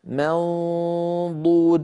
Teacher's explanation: أنتقل من ميم مرققة إلى قرب مخرج الضاد، من غير إغلاق ضو، فلما أصل إلى صوت الضاد أضغط وأغلق المخرج منضو، فلما أقول ضو عندئذ يكون الإغلاق ويكون نطق الضاد المستعلية المطبقة المستطيلة.